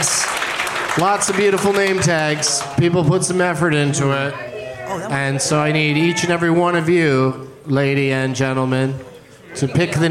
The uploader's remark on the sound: Live from The Improv in San Jose